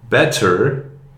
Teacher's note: The T sound is between two vowels, so it becomes a D sound. · Term: the American D